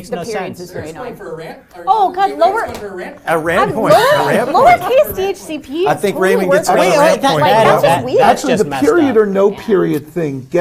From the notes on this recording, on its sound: Join us in the Channel 9 Studios, with a live studio audience, for a Game Show!